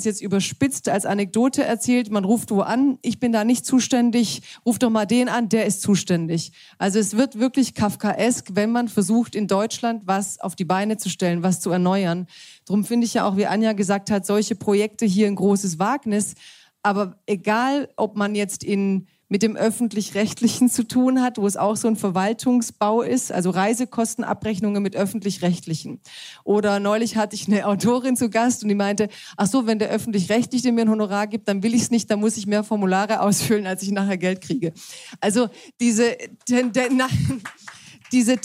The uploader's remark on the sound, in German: Achten Tag live in Köln an Bord der Pioneer One. Lautete das Motto des Achten Tag live in Köln an Bord der Pioneer One.